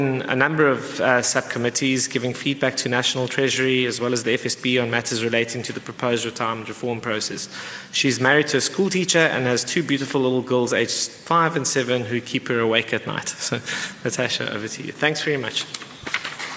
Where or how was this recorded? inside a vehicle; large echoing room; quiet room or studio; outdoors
large echoing room